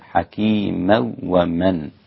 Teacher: أسقط الغنة لخلف عن حمزة